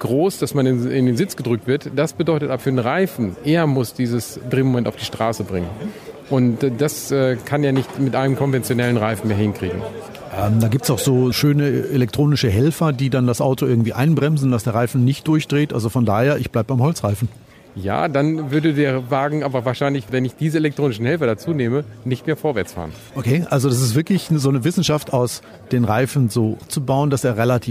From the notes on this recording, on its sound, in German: Vortrag auf der zweiten VDE E-MOBILITY CONFERENCE in Bad Vilbel